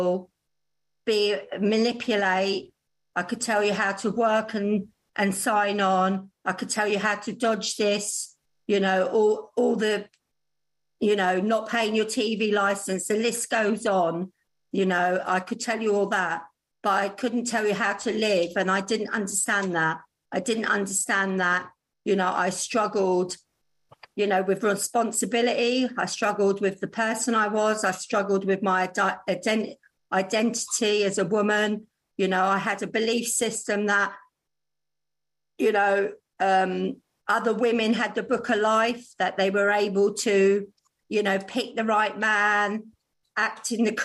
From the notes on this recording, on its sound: She is speaking at the Magical Mystery Tour Zoom Meeting.